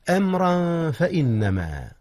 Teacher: هنا إخفاء يا أستاذنا. أخفي التنوين قبل الفاء إذ هي من أحرف الإخفاء، بل هي من حروف الإخفاء.